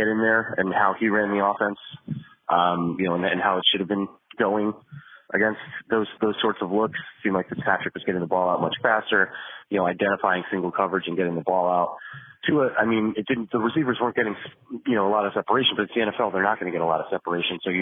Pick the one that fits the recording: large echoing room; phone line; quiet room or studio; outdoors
phone line